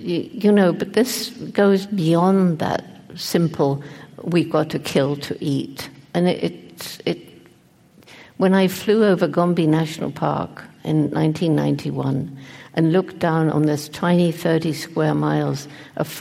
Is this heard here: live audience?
yes